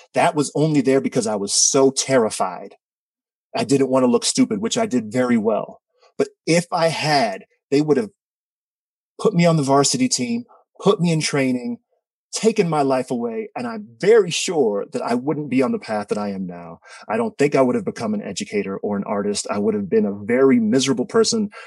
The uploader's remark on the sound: told this story live to a virtual audience on 17 March 2021